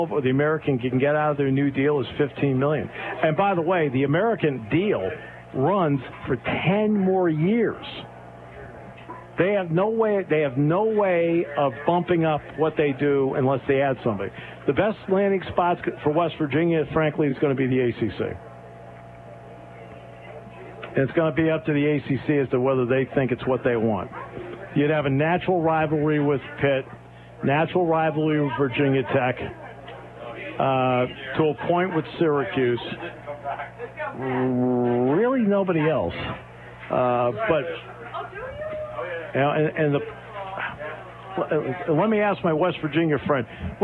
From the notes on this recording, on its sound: Live at the Purdy Golf Tournament. Live at the Greater Susquehanna Valley YMCA Purdy Golf Tournament with live coverage.